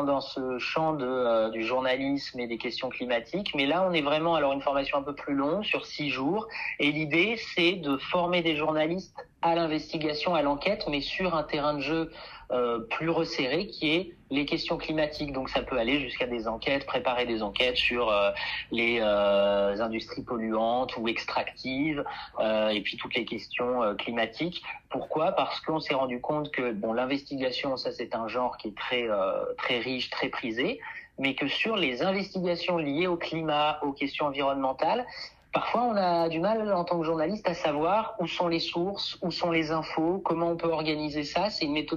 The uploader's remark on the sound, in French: Je fais le point par téléphone